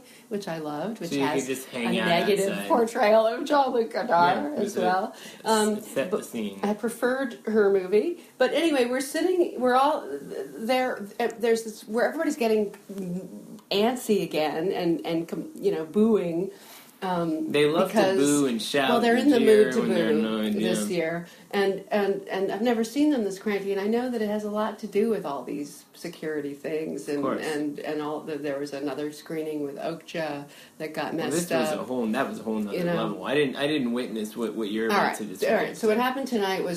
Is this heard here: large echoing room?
no